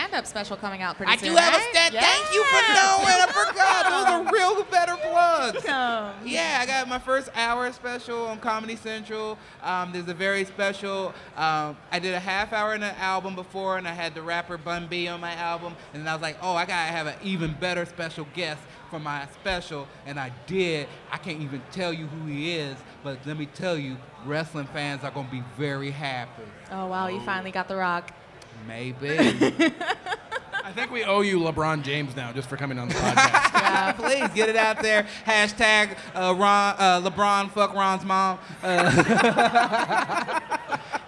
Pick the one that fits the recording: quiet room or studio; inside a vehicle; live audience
live audience